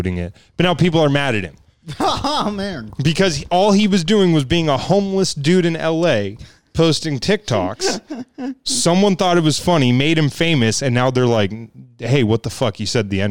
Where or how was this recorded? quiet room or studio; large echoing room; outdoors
quiet room or studio